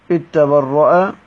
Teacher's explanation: بإضغام الذال في التاء